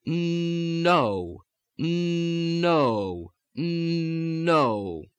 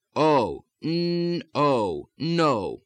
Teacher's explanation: Now if you put one finger at the opening of the nostrils and one finger in front of the mouth, and if you're using the general American pronunciation of the word no, you'll feel the air coming out of the nose on the N sound, mmm, and then switching down and flowing out of the mouth on the O vowel